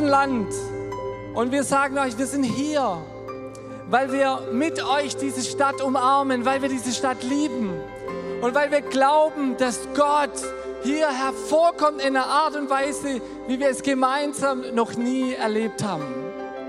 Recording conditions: live audience